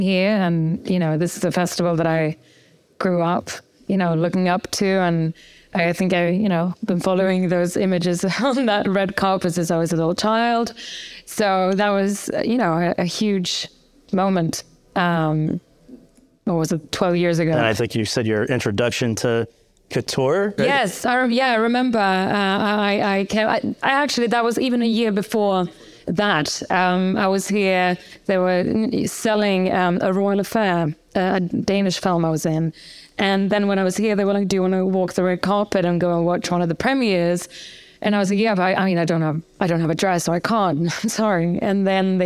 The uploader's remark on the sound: LIVE. In front of an audience in the Campari Lounge at the Cannes Film Festival.